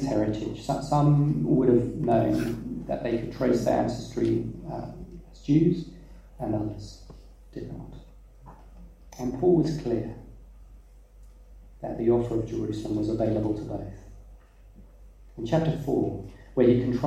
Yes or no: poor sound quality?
yes